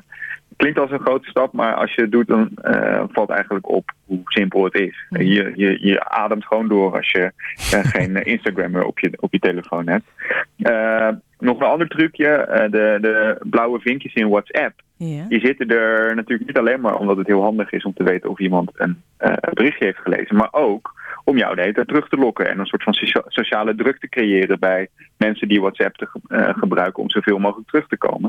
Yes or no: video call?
no